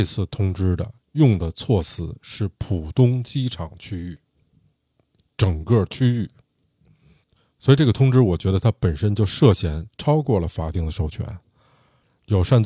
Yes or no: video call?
no